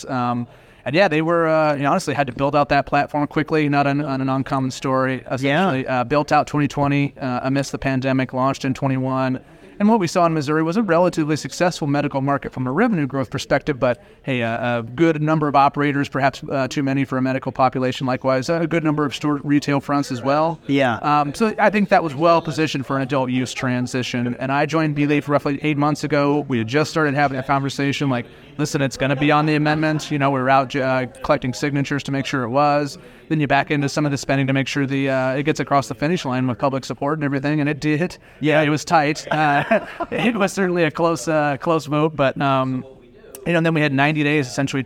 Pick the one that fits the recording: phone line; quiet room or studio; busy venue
busy venue